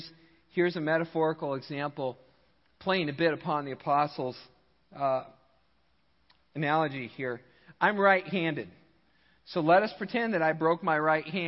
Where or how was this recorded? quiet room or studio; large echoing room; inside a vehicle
large echoing room